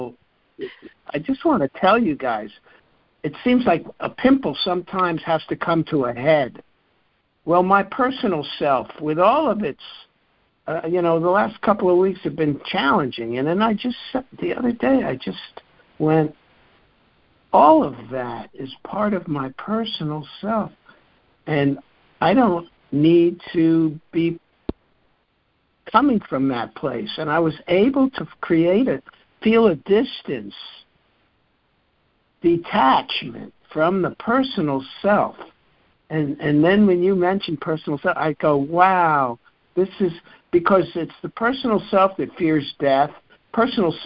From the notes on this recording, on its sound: ACIM Daily Conference Call